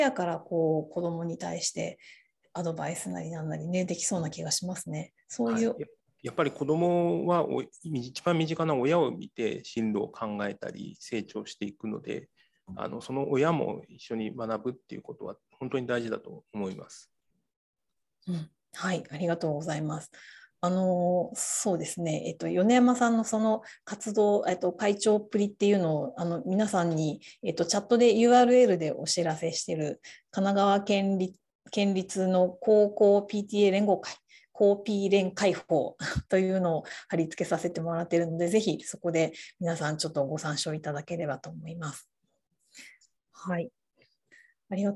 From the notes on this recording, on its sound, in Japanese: 収録場所： オンライン (Zoom)